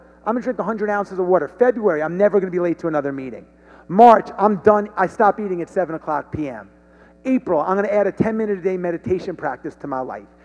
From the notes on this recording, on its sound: The Stronger Business Summit 2020 was taken to the next level. Stepped onto the stage as the keynote speaker.